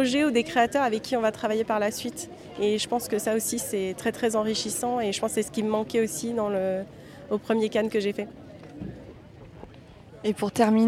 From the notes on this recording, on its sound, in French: Je vous propose une série de 3 capsules inédites enregistrées en marge du 76ème Festival de Cannes. J’ai donc glissé mon micro dans le sac et je me suis laissée portée par le flot de la Croisette, à la rencontre de nouveaux talents du cinéma français et international ! Ici je retrouve sur la Croisette ma première invitée qui sort tout juste d’une conférence qu’elle a donné au pavillon américain du marché du film.